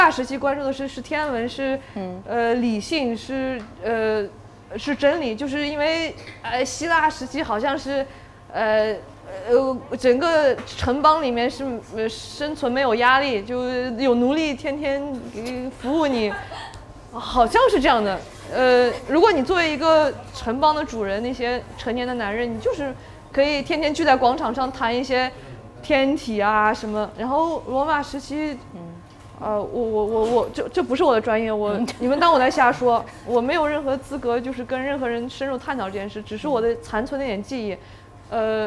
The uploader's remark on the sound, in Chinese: 在上海的跳海酒馆面对面聊了很多她满世界跑，满世界画画的故事。现场的朋友也带来了很多精彩的问题。由于我们缺乏经验，后半段精彩的问答没录上。这段录音没录上，请见谅。这里开始录音机没电了，没录到清晰的声音。